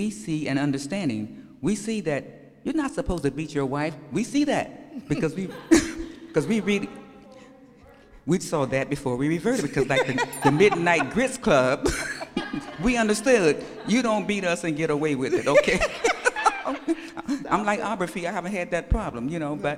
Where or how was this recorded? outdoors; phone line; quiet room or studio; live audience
live audience